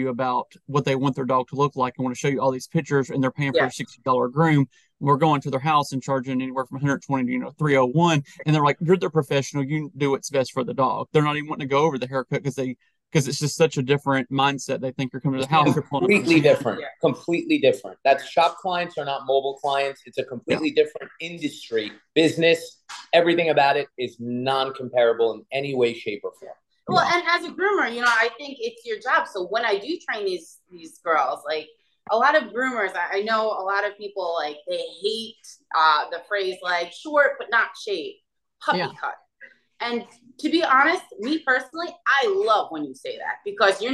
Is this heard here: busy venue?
no